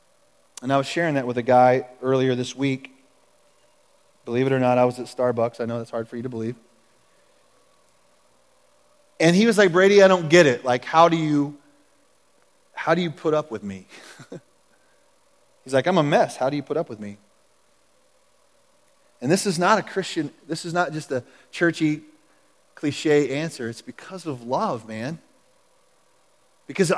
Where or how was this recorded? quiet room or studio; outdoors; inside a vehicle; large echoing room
large echoing room